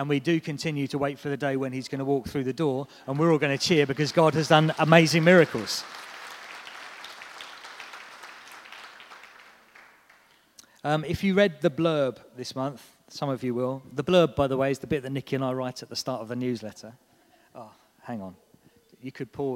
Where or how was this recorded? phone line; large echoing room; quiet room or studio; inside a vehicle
large echoing room